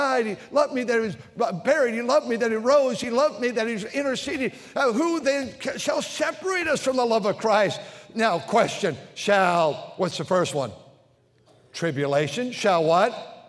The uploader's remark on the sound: during the Sunday Morning service on April 2, 2023, at North Valley Baptist Church in Santa Clara, California